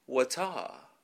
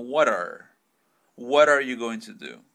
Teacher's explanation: Es que cuando el británico dice R, dice ah. · Shown in: first take